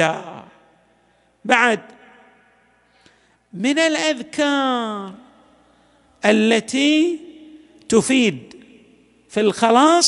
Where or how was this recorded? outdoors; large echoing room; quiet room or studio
large echoing room